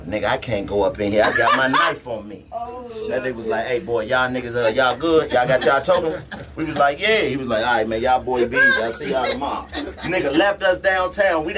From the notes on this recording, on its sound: LIVE from Phoenix. Live from the Orpheum Theater in Arizona!